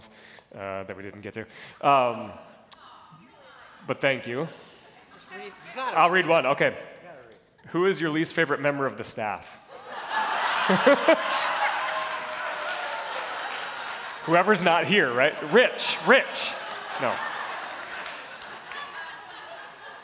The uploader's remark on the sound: answering some questions from the audience at the Town Hall Meeting